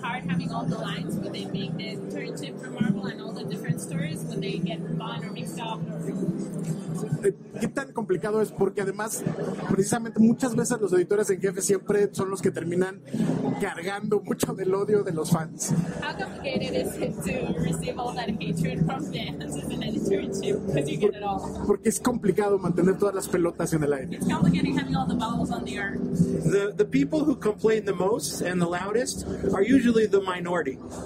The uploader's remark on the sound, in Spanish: estuvo en el stand de Panini Cómics México